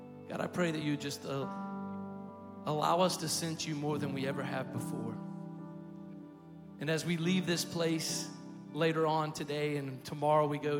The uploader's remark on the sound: Recorded live at Stevens Creek Church.